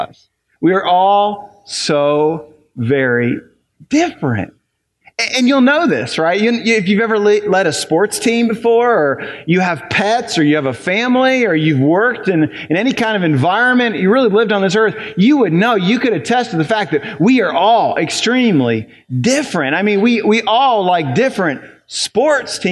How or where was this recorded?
large echoing room